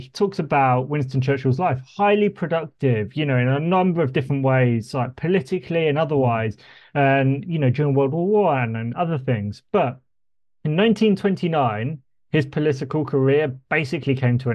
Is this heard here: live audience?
no